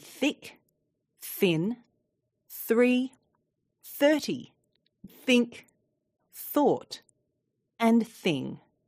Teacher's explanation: The th sound in teeth can also be heard in thick, thin, three, 30, think, thought, and thing. The sound is not voiced. That means it sounds breathy. This is different to the v sound in mother and father, which is voiced, and so is buzzy, like a bee.